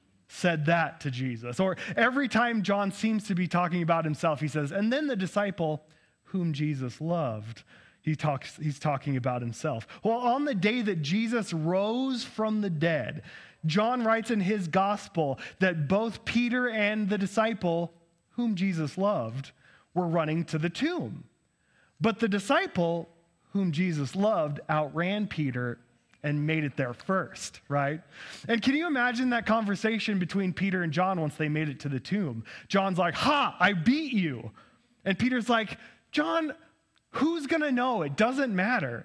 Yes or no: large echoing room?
yes